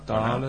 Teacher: TAL. on traîne sur le A, hein.